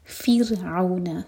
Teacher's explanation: را ساکن سے پہلے کسرہ تو را باریک. فر، زبان کے صرف ٹپ یوز کریں گے.